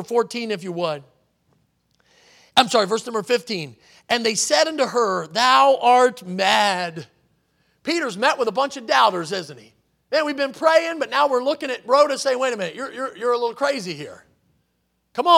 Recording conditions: large echoing room